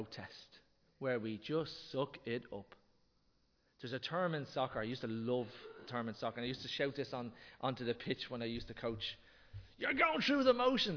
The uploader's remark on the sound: Recorded live in Liberty Church on 19 February 2023